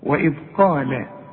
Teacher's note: القاف اعلى درجات التفخيم لانها بعدها الف